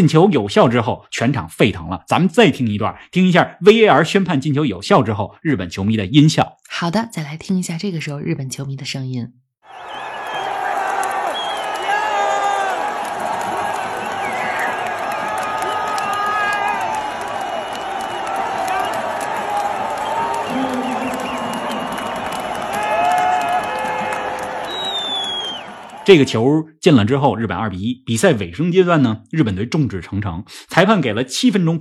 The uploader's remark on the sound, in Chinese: 足球咖啡馆现场见证！